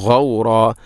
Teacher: വഖഫ് ചെയ്യുമ്പോൾ രണ്ട് ഹർക്കത്തിന് തുല്യമായിട്ട് നീട്ടണം · Term: മദ് മുത്തസിൽ